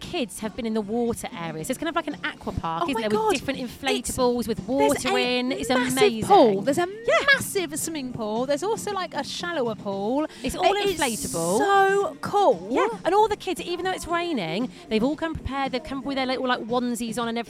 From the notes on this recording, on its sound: On this episode we are live from The Summer Beach Club at Meadowhall!!